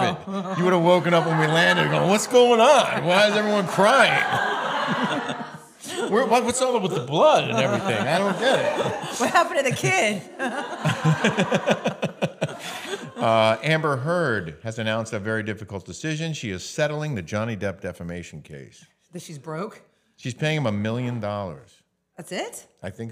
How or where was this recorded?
live audience